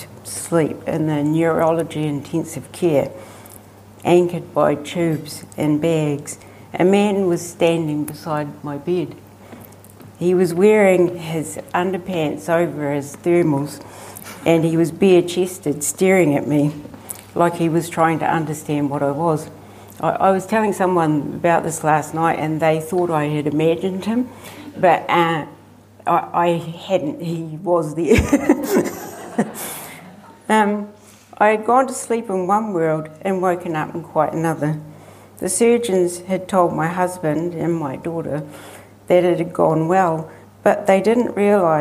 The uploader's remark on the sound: At the 2021 Marlborough Book Festival.